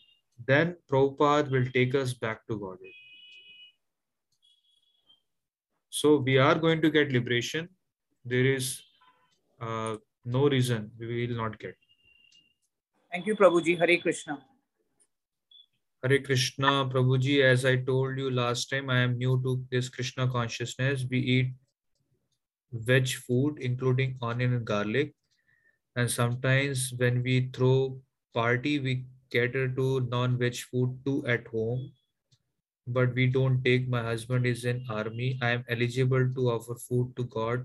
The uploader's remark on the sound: Zoom classes